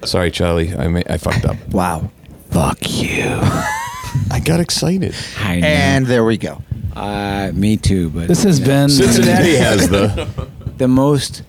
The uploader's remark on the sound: Tonight's episode was recorded backstage at Jannus Live in St. Petersburg FL.